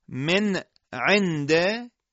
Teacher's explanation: با قطع صوت بخوایم نون رو از عین جدا بکنیم · Term: سکت